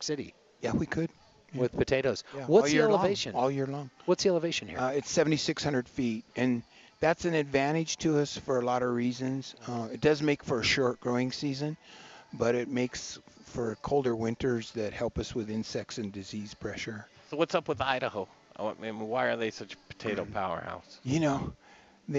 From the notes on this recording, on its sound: The Modern Eaters returns to the Potato Festival in Monte Vista Colorado with the Colorado Potato Administrative Committee! Rain Brews hosts us for a live show, and this place is cool! It's a coffee shop, craft beer tap room, and restaurant in a historic and beautiful building in downtown Monte Vista!